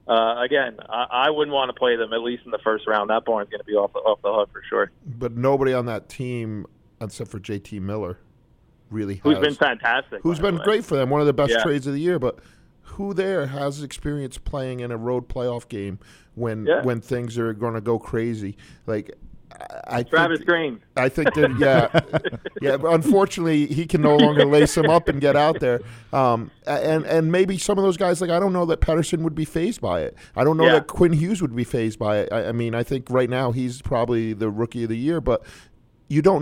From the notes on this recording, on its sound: hops on the line